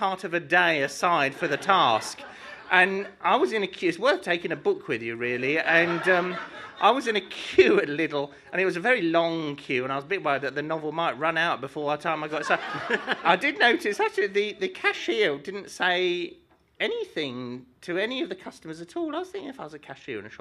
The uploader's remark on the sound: all recorded in the storm-proof basement of Soho Theatre